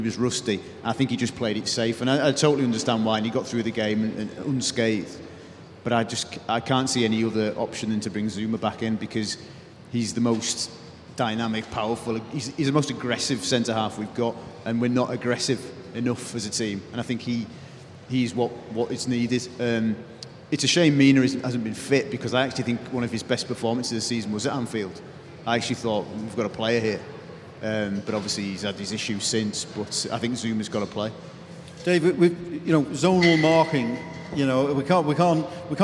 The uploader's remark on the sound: Special recording of our first-ever Royal Blue Live event that took place at the Baltic Market in Liverpool on Wednesday. A special recording of our first-ever Royal Blue Live event that took place at the Baltic Market in Liverpool.